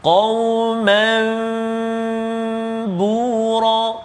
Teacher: menukar sebutan nun sakinah ataupun tanwin kepada sebutan bunyi mim ha, sebutan mim Berserta dengan dengung Berserta dengan dengung kan Ma'al · Term: iqlab